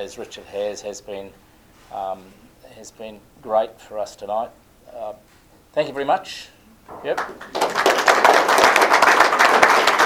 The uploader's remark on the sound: A recording of the speakers at a special evening hosted by the Cambridge Historical Society